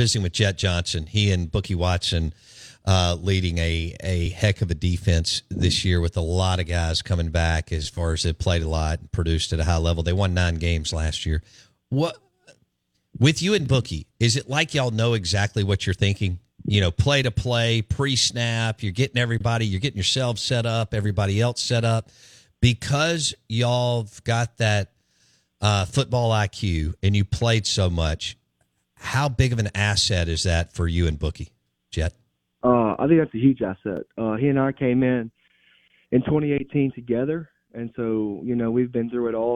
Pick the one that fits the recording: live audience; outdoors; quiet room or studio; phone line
phone line